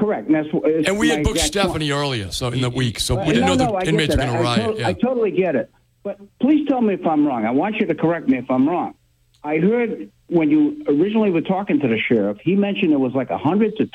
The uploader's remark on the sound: Take calls and messages from the audience on crypto and politics.